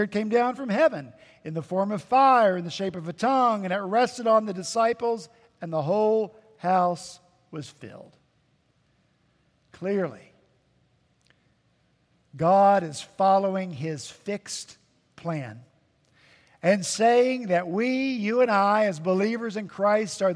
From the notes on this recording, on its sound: At Redeemer Presbyterian Church in Charleston, SC, our senior pastor preached in his sermon series.